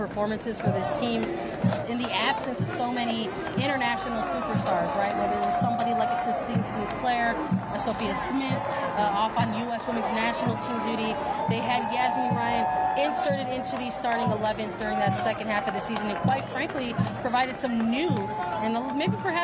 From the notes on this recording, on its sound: Record live from the NWSL Championship trophy ceremony on the field as the Portland Thorns receive their 2022 trophy.